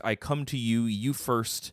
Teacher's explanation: come to you first has a masculine ending because first gets a stress